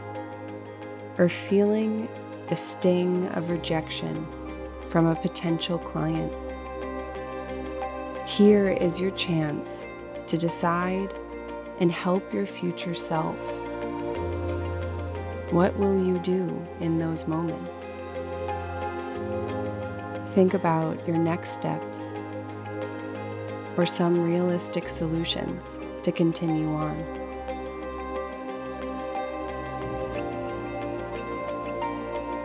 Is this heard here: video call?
no